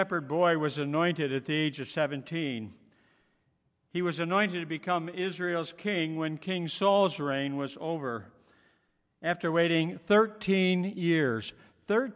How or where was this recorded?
large echoing room